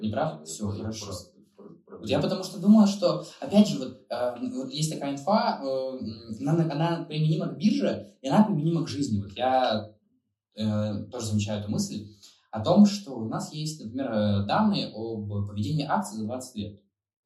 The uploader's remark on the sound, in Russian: В этом подкасте есть небольшие проблемы со звуков